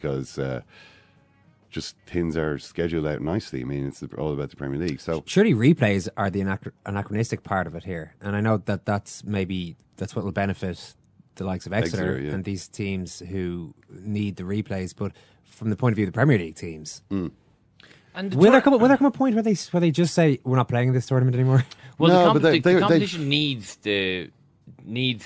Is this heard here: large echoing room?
no